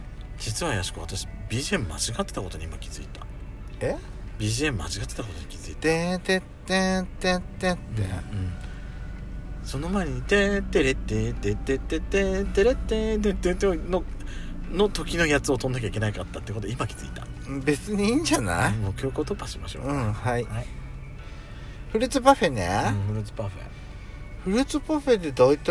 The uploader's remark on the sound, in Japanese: パーキング収録。